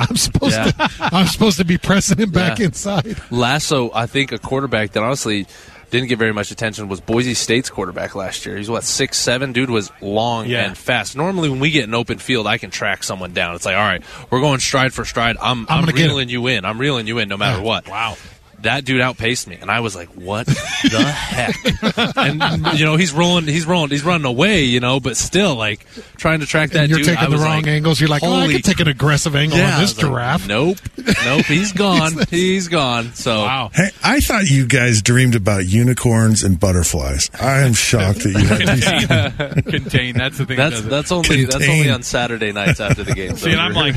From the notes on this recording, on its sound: live from Big 12 media days.